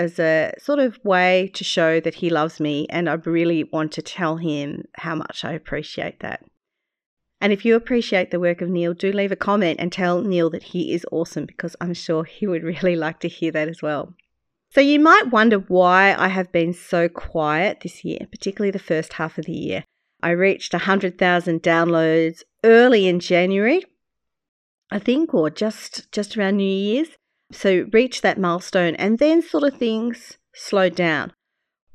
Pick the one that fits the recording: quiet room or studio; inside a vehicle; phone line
quiet room or studio